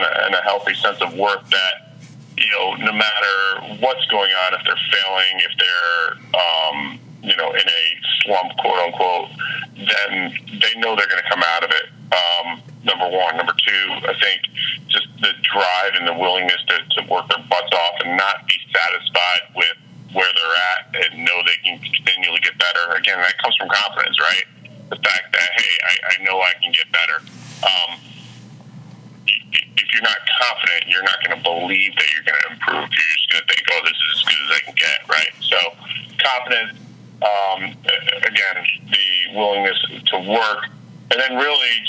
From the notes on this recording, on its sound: on the phone